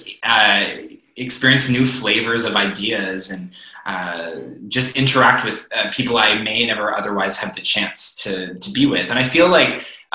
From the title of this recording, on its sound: Zoom Interview